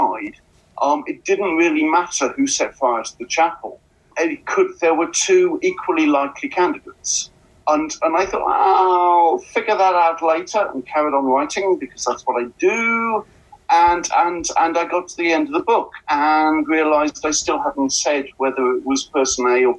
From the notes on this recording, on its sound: zoom medium on Planet Hawaii, and with minor robotic interference here and there